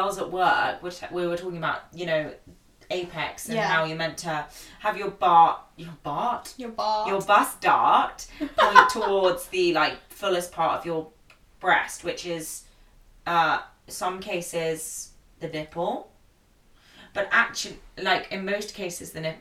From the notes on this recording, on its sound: Please excuse some small audio issues we had with the microphone!